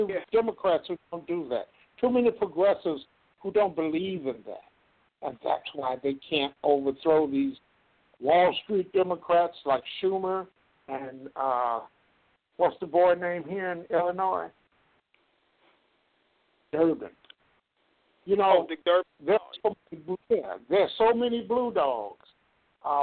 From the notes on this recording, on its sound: LIVE and call-in broadcast